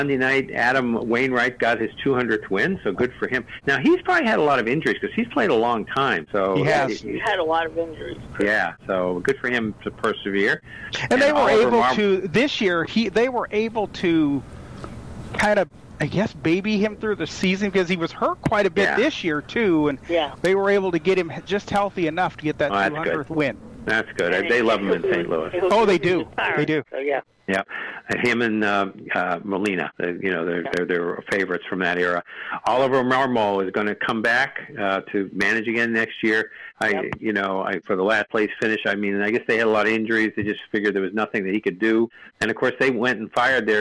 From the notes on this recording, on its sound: take your live calls and questions in realtime